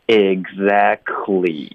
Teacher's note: 如果你见到一个 k 的音连到一个 t 的音，然后后面再带一个 l 的音呢，那我们就直接把 t 的音彻底省略